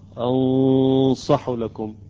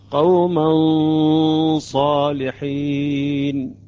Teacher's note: الآن انتبهوا عندما أقرأ حرف الصاد: أنصح لكم يعني تقريبا أتيت بقليل من تفخيم الصاد